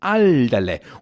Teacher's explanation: Alderle, also von oben nach unten betont, heißt pass auf.